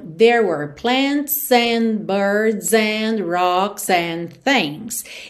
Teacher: você reparar como o S desses plurais vai ligando na próxima palavra